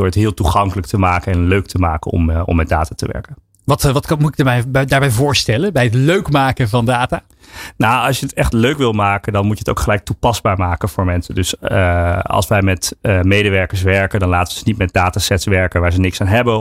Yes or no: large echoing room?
no